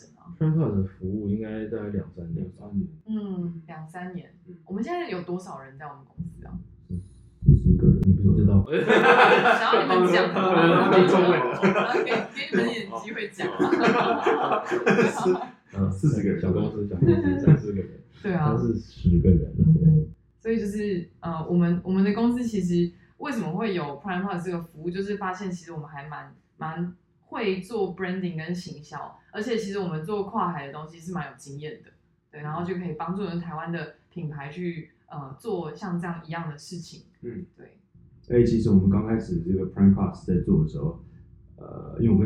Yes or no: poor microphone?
yes